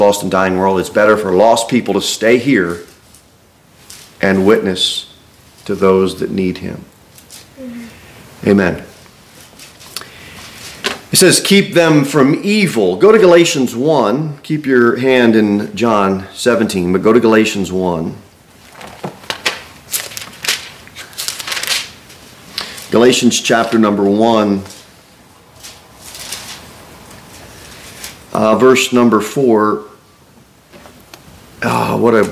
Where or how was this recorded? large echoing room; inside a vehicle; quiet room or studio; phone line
large echoing room